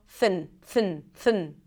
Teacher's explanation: THN, no vowel in the middle